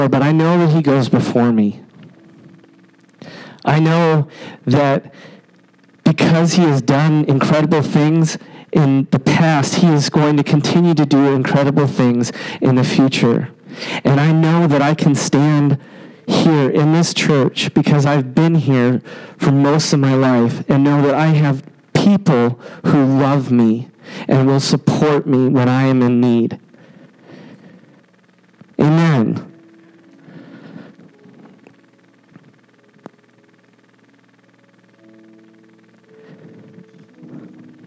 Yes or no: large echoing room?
yes